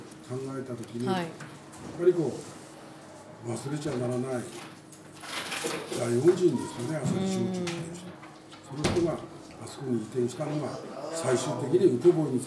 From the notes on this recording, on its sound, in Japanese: 白老町のコミュニティセンターの1階にあるカフェ「ピラサレ」で収録しています。